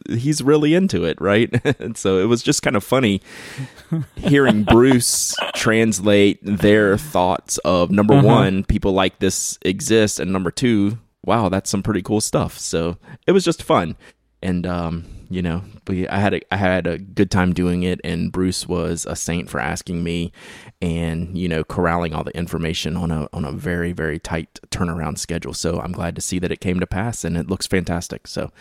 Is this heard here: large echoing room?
no